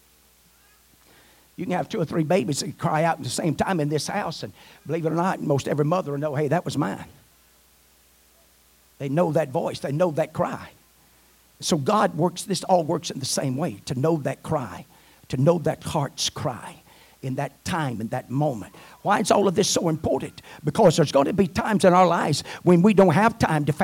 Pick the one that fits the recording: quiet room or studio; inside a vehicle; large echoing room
large echoing room